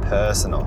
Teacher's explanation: the E in personal, that first E, it's more of a back sound